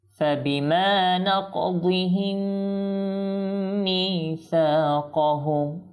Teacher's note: মিম সাকিনের পর কখনো যদি মিম আসে, সেখানে হবে আপনার ইদগাম, তো এবং গুণাও হবে।